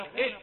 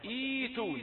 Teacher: كما سمعتم إيتون عندنا همزتان، همزة مكسورة، إذا بدأنا بهمزة الوصل نبدأ بها هنا مكسورة، وبعدها همزة ساكنة، فلا نقول إيه. إذا نطقنا الهمزة الأولى لا ننطق الثانية مظهرة، ولكن نبدلها مدا من جنس الكسرة التي قبلها · Shown in: second take